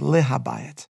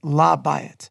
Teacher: Yet if I want to say to the house, I don't say li ha by it. Rather, the li and the ha combine to form the single syllable la · Shown in: second take · so that to the house is la by it.